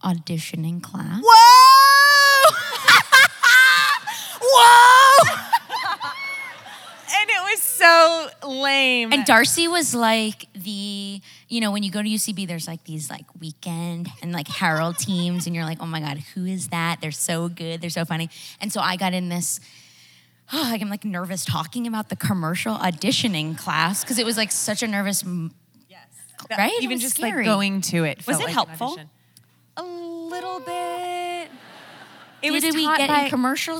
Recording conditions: live audience